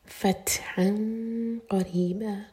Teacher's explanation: تا پر سکون ہے تو تا پر ہمز کریں گے، سانس جاری رکھیں گے